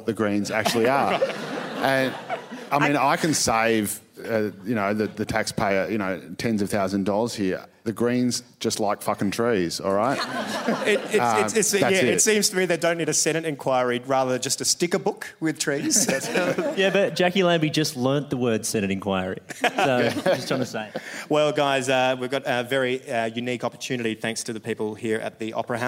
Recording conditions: live audience